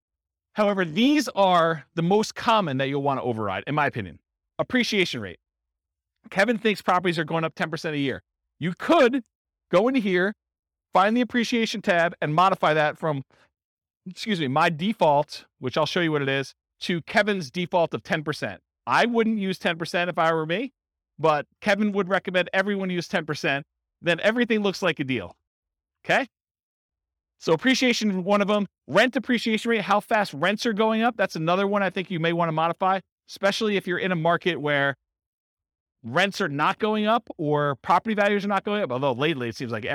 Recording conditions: live audience